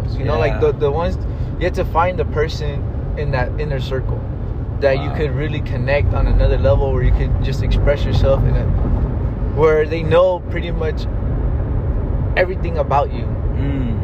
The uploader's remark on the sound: A Conversation in the Car.